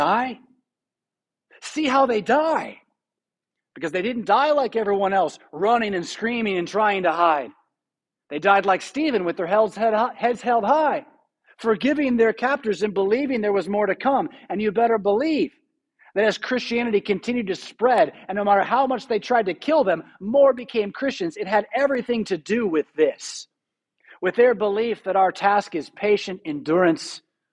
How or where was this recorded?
large echoing room